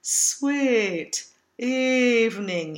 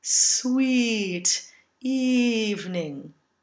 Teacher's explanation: The E sound, as in sweeter and evening, is one of the closedest vowels there is. · Shown in: second take · And sometimes it can feel tight and pinched. · Term: E vowel